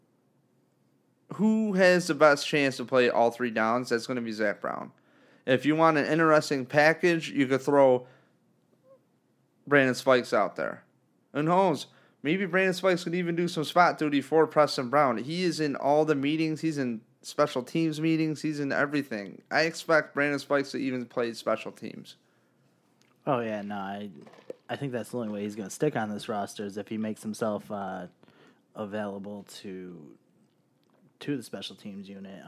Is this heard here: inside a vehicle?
no